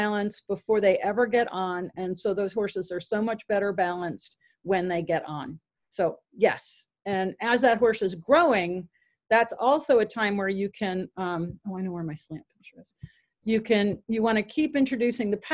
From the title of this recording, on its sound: Zoom Meeting